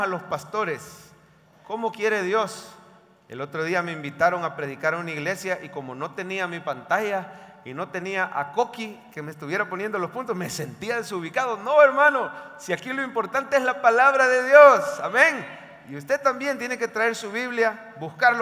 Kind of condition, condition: setting, large echoing room